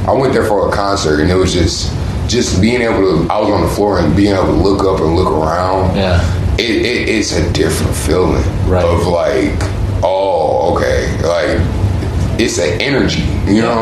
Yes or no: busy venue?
yes